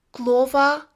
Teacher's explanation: All Slavic languages went through metathesis of liquids, which had different results in different Slavic languages. In Polish, in the groups OR and OL, the syllable ending liquid just became syllable initial. So, głowa instead of Golva.